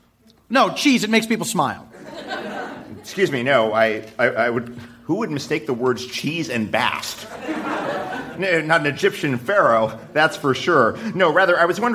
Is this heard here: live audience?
yes